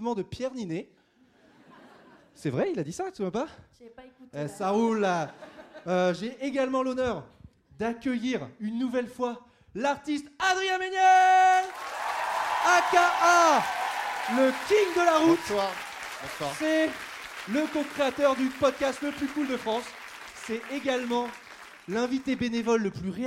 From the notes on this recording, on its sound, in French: ALL STARS en plublic. Sur la scène de l'Apollo Théâtre, devant 304 Touristos et Touristas de folie.